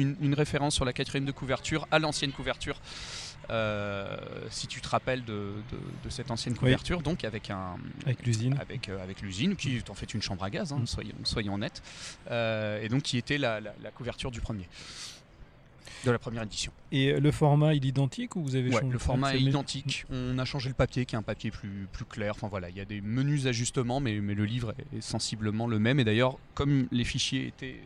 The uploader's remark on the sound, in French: Présent à Saint-Malo lors de la dernière édition du festival Quai des bulles. Confortablement assis le long des quais, accompagné par le chant gracieux des mouettes.